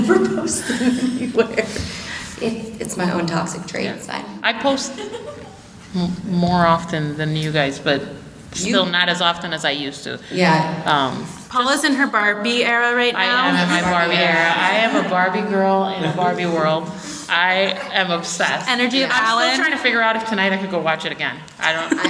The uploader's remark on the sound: Live from Leakycon. Recorded live at Leakycon Chicago.